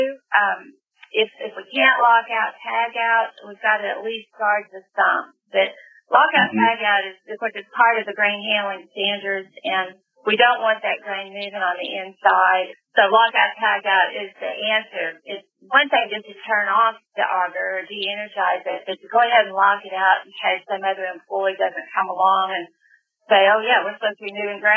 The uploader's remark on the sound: The audio is a little rough